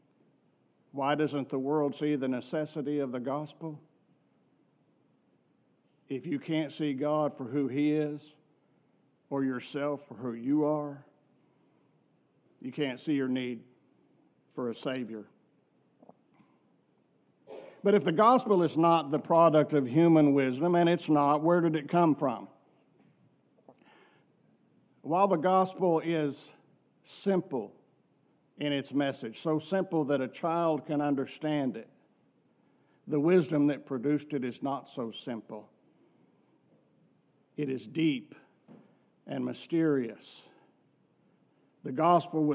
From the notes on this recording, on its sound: From our worship service on November 26, 2023.